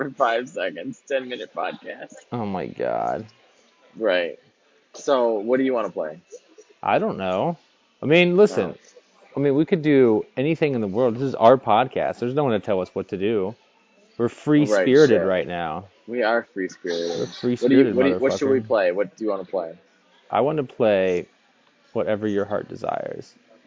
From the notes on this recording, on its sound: records live from LA at a Starbucks